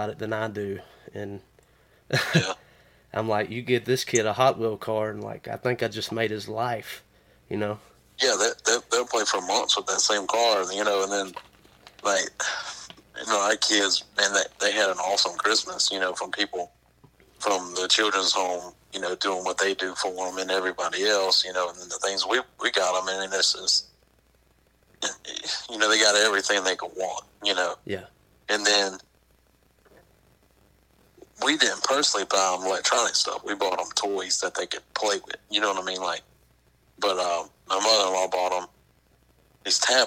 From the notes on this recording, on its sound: burnt the phones lines